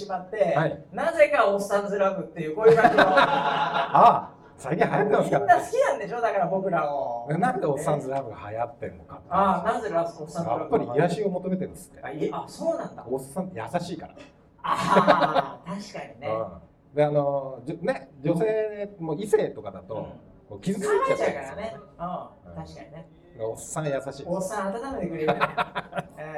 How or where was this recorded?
live audience